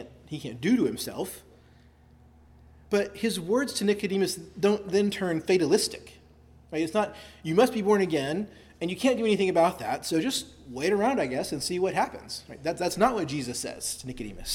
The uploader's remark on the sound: delivered at Christ Our Savior Baptist Church on Sunday evening, October 1, 2023.